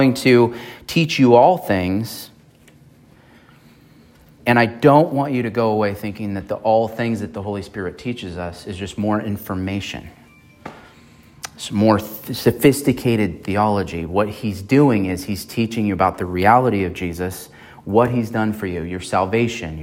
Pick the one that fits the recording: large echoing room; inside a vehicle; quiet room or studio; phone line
large echoing room